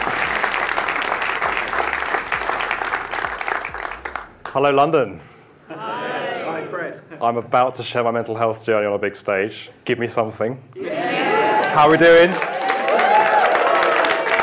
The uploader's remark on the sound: Get Construction Talking LIVE from London. This episode features the panel discussion that took place at our debut 'Get Construction Talking' event that happened on 12th July 2023 at Ham Yard Theatre, London.